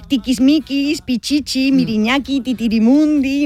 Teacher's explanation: la I, al ser una vocal cerrada y anterior, tiene un timbre agudo y las lenguas y sus hablantes pueden explotar ese sonido para crear esas sensaciones expresivas.